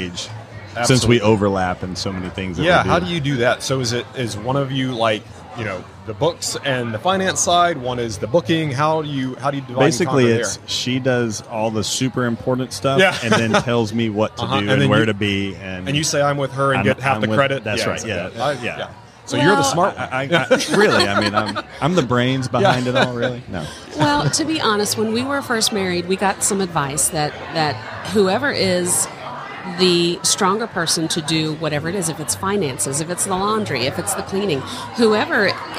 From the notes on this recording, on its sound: LIVE from HAVEN 2022. At their third HAVEN Conference.